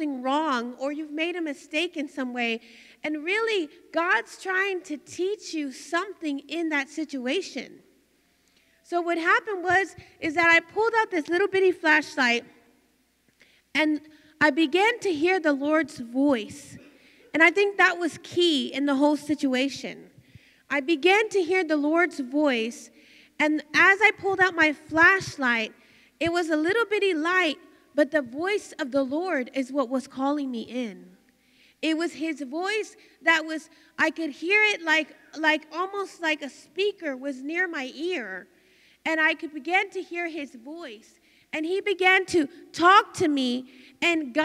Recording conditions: live audience